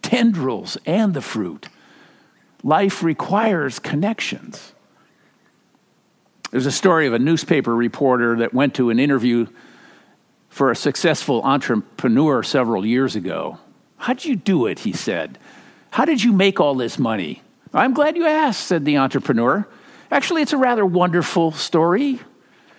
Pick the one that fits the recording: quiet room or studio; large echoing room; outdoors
large echoing room